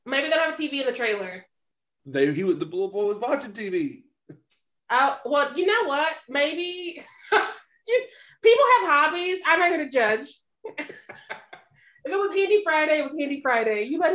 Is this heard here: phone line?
no